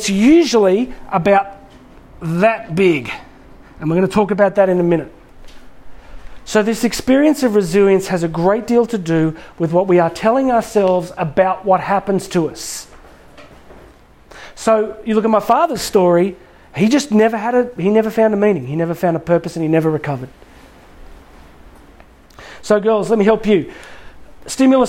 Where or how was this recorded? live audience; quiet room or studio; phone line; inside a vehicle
live audience